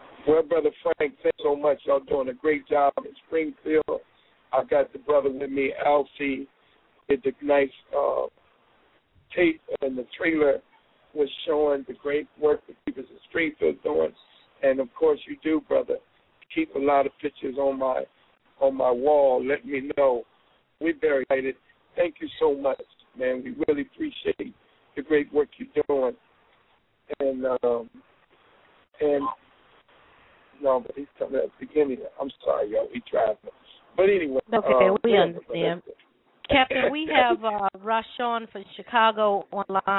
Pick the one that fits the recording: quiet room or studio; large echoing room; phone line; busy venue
phone line